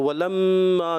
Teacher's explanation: ولما میم مشدد ایک الف کا غنہ کریں گے